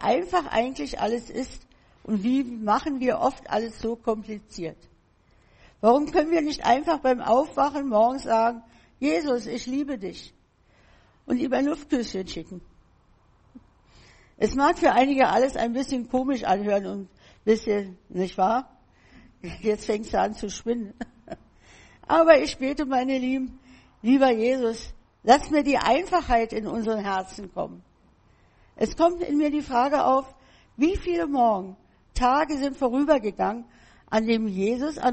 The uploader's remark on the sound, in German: im Gemeinde-Zentrum in Berlin aufgenommen.